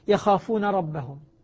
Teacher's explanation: ما تدغم النون هنا لأن قبلها ساكن